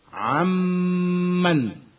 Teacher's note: النون الساكنة تدغم في الميم بعدها ويصير ميما واحدة مشددة تجب فيها الغنة بمقدار حركتين